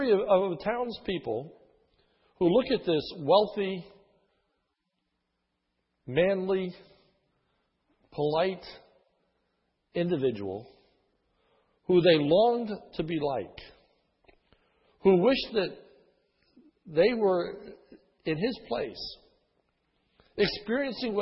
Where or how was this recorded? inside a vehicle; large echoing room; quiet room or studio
large echoing room